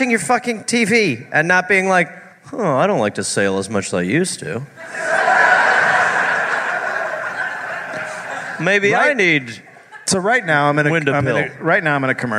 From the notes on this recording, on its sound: Live in NJ. Live from Sayreville, NJ.